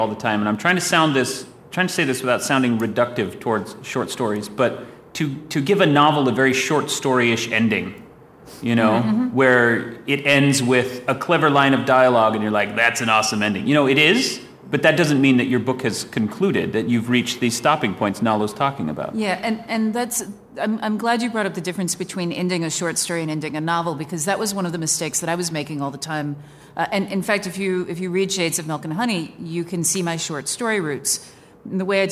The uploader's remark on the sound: Recorded before a live audience of Out Of Excuses Workshop & Retreat attendees. This episode was engineered aboard The Independence of the Seas.